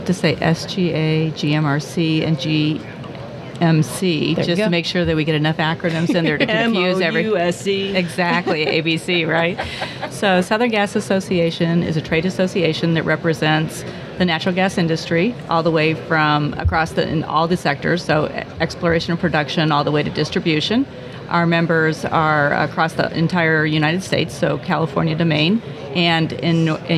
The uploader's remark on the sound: at the Gas Machinery Conference